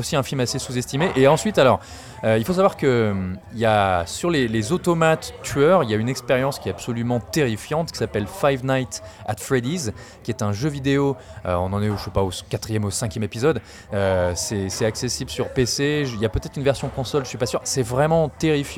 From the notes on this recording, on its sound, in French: Malgré une canicule qui pointe méchamment le bout de son nez. Enregistré au Hurling pub (8 Rue Descartes, 75005 Paris), le vendredi 21 juin 2019.